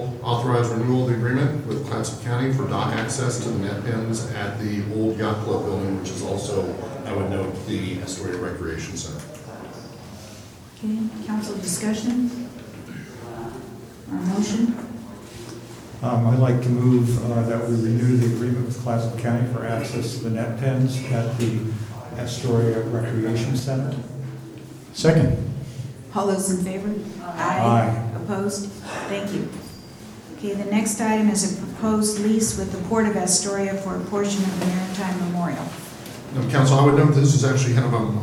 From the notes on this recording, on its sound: Live recording of Astoria City Council Meeting, Oct 1, 2018.